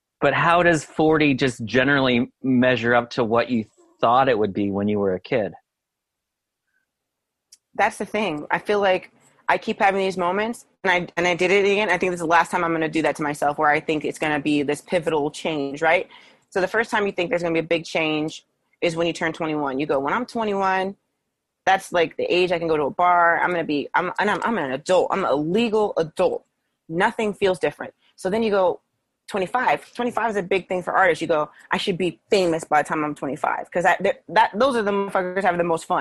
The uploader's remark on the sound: spoke with me over Zoom